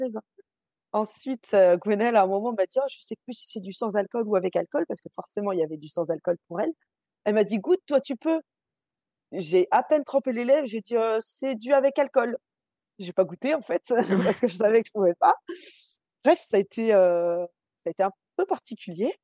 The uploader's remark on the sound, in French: Cet épisode a été enregistré en distanciel.